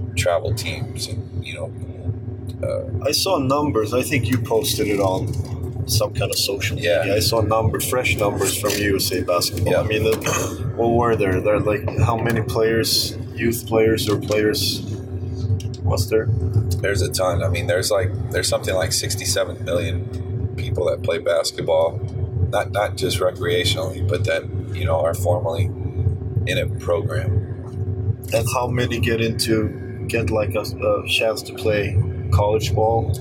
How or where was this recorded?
inside a vehicle